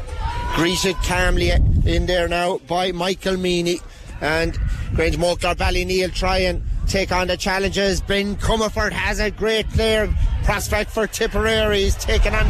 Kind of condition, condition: setting, busy venue